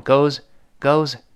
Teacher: 这个 goes 理论上应该发一个 z，但读快之后呢，往往声带就来不及震动了。